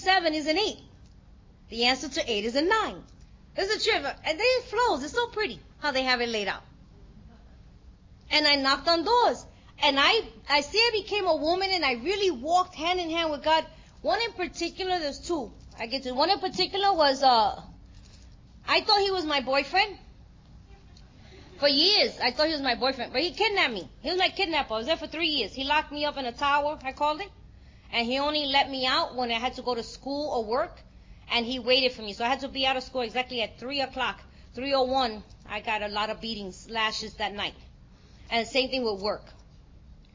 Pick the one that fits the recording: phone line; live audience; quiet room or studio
live audience